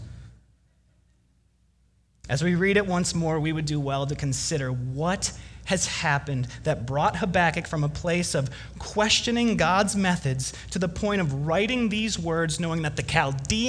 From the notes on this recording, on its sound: Delivered Wednesday, November 27 at Woodridge Community Church (New Berlin, WI).